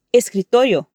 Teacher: Las dos O se hacen con la boca más cerrada.